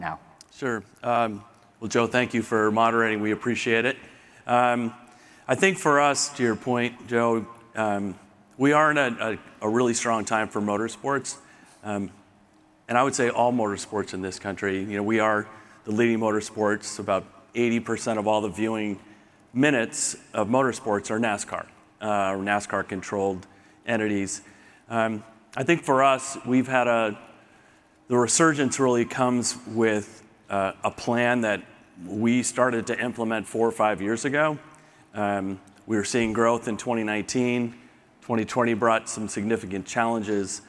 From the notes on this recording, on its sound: Today's podcast is from a panel I moderated at the 2023 MIT Sloan Sports Analytics Conference presented by ESPN.